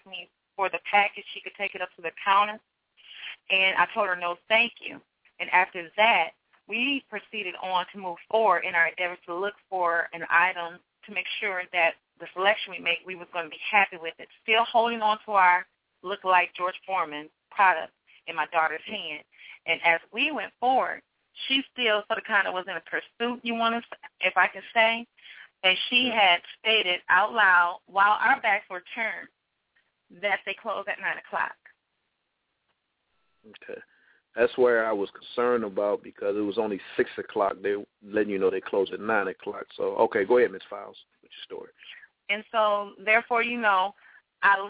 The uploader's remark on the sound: the hosts opens up the phone lines